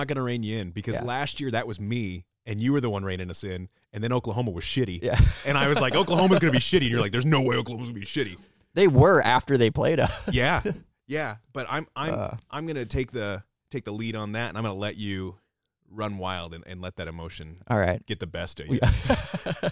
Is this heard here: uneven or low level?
no